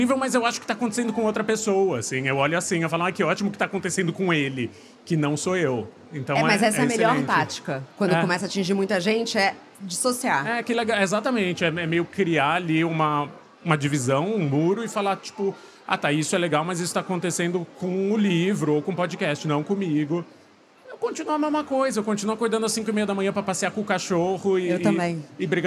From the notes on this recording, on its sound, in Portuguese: Na gravação ao vivo do stand do Submarino na Bienal do Livro